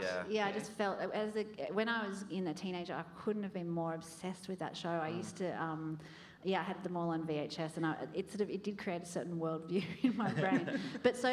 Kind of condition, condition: setting, live audience